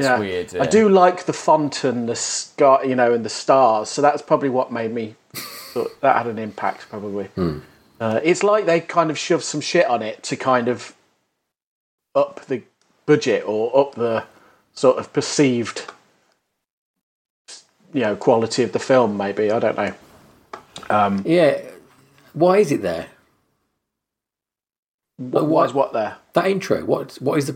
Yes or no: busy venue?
no